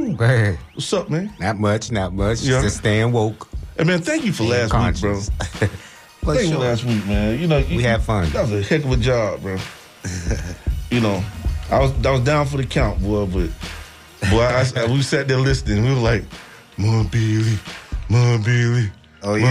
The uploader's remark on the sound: unique magazine format call-in show